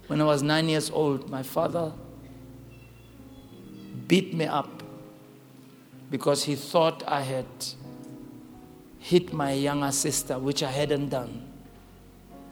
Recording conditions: large echoing room